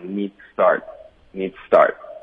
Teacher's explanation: need 的这个滋音呢，会觉得从这个浊音连发到呲麻烦，所以的确会轻化